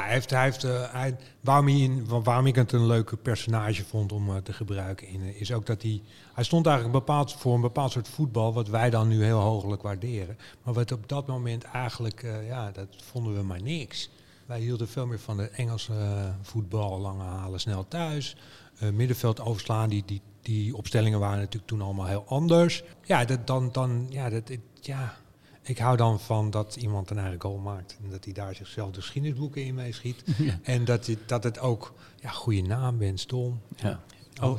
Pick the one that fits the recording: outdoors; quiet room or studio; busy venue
busy venue